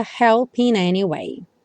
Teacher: Aqui o help juntou com in, até por conta da métrica da música